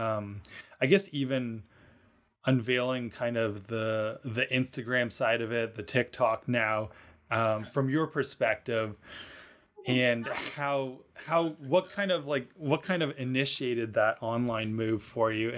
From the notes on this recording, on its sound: This Stay Home conversation was a little bit on the rough side as we faced some technical difficulties with recording to Zoom but I tried to clean up the audio as best as I could